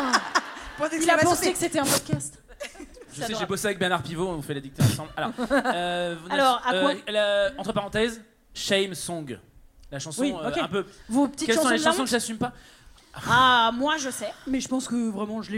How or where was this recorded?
live audience